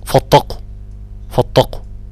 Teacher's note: بيرقق الكلمة كلها بترقيق القاف